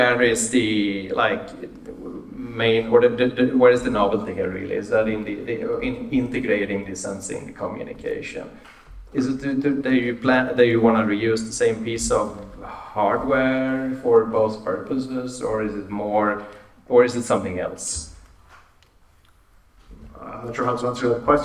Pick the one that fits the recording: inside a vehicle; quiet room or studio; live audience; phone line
live audience